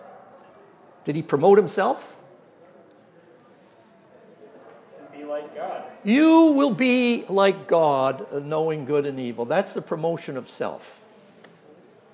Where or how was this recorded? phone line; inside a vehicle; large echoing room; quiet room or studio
large echoing room